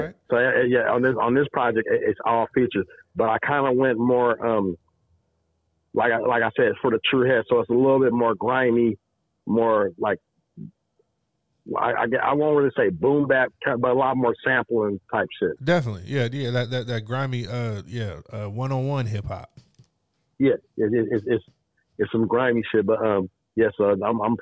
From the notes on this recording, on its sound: we get on the phone long distance to NYC